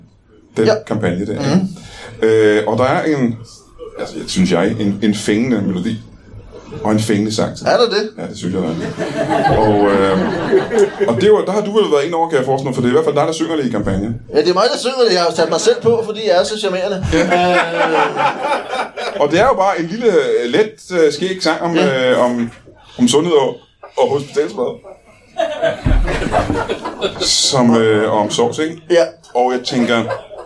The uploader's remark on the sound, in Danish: LIVE fra Chase i Roskilde